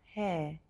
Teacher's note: We don't pronounce the R.